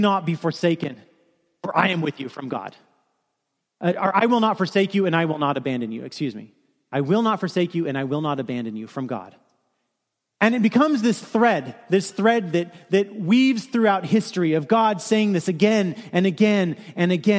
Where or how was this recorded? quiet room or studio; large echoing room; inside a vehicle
large echoing room